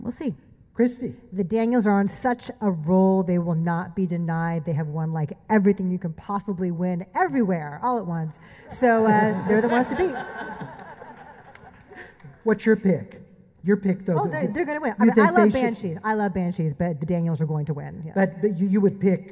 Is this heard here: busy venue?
yes